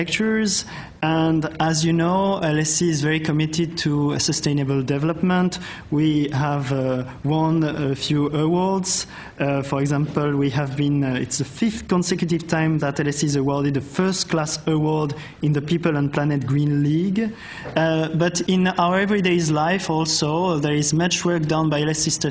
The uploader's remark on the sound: At this lecture